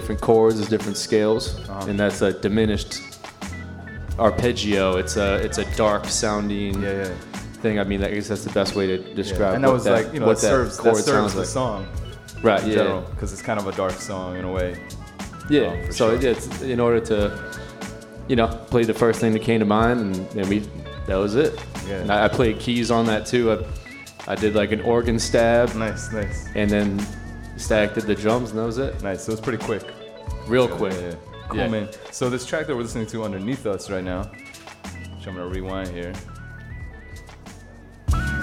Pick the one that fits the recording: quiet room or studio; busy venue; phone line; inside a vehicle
busy venue